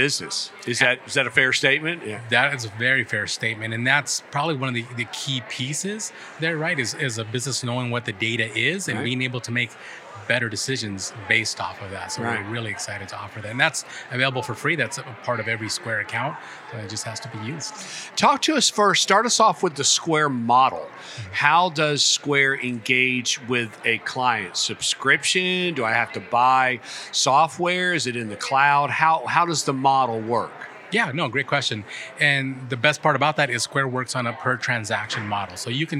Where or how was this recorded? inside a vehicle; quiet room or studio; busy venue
busy venue